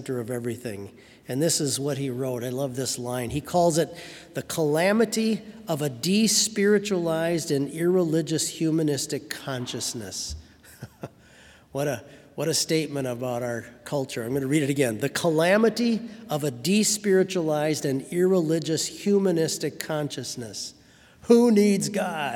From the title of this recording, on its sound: Sermon from BLC Chapel